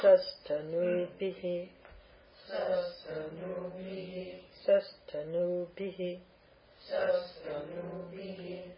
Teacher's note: It's up, down, middle.